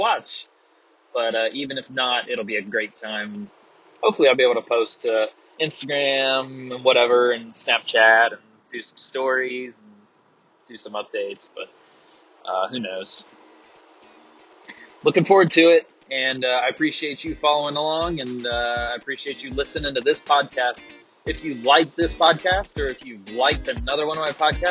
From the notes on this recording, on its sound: Pardon the horrendous sound quality. Sometimes you're just driving down the road with headphones.